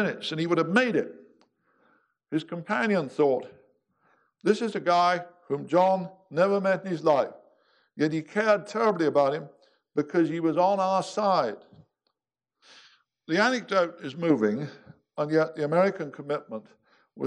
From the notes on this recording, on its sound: General Omar Bradley Memorial Lecture. Army Heritage and Education Center (USAHEC) hosted. To present the General of the Army Omar Nelson Bradley Memorial Lecture.